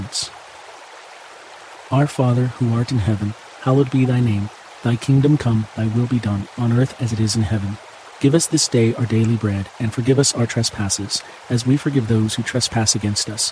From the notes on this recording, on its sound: babbling brook, water stream, creek sounds - the gentle sounds of moving waters are here to bring you a natural sense of calm